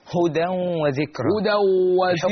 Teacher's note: الحكم تنوين وبعده حرف الواو، والواو من حروف الإدغام بغنة